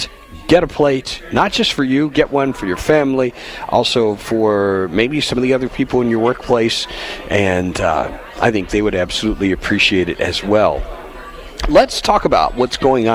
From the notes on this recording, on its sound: Live From The 32nd Annual Union County Crime Stoppers BBQ. Live from the Union County Agricultural Center for the 32nd Annual Union County Crime Stoppers BBQ.